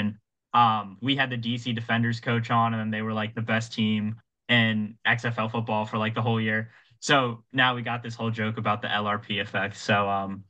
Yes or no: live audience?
no